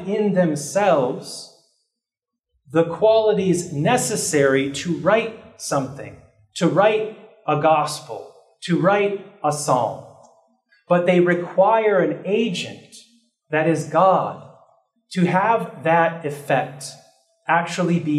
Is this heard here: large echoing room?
yes